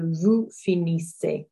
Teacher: Vous finissez, our E-Z, our Z on the end there is silent as well